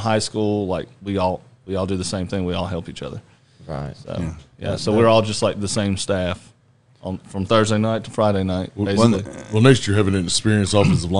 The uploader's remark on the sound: We're Live at Barrel House BBQ!